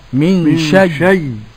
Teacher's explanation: نبدأ الهمزة إيه ياء ونضغمها في الياء · Term: الإضغام